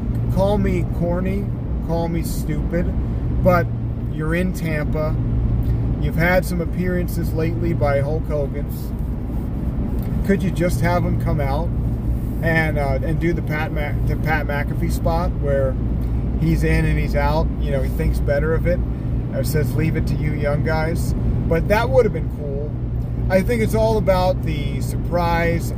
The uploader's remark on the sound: in the car DRIVING